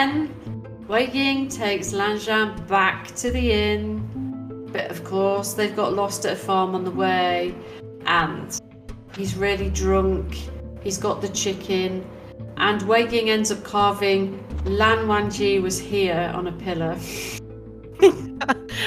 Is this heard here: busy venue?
no